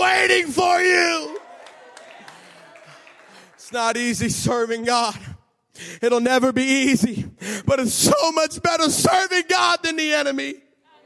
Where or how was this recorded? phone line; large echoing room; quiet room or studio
large echoing room